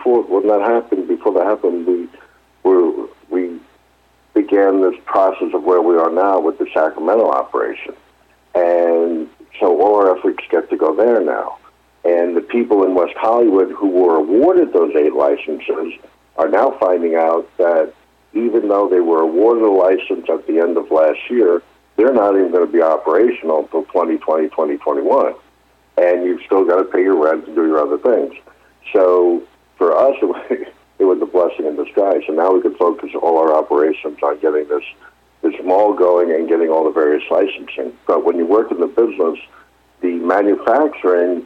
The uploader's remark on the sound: Is featured live on SmallCapVoice for the April 4th Investor Conference Call.